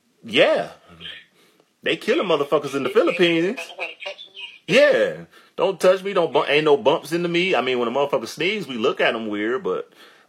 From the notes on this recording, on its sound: phone in episode